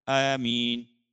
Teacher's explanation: الف کو یا کی طرف تھوڑا سا مائل کر کے · Term: امالہ